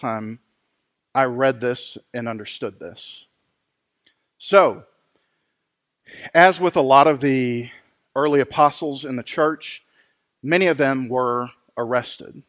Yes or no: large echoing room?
yes